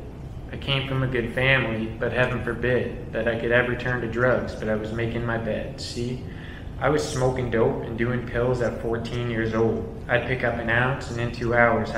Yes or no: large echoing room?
yes